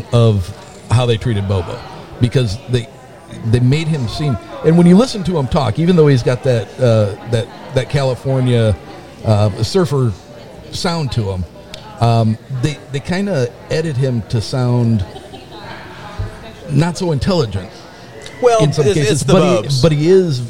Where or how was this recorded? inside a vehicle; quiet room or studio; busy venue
busy venue